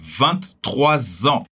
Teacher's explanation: quando seguido de uma palavra que começa com vogal, como é o caso de en, anos, a gente vai passar a ouvir o S final e ficar com 23 ans. · Term: liaison em Z